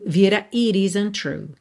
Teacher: entre o it e o isn't, você ligou com o rarara, it isn't. O T de isn't, né, já tá ligando no T inicial de true.